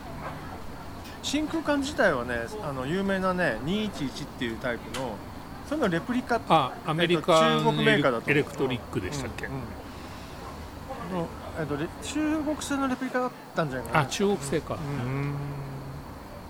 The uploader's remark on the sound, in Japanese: 忘年会を兼ねて12月に某カフェのテラス席で収録した。ワインもかなり進んでいますが。